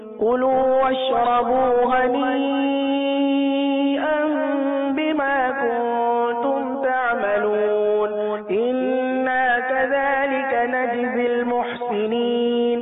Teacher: ان آیہ مبارکہ میں غنہ بار بار آئے ہیں ان کی مقدار ایک الف ہی ادا کی گئی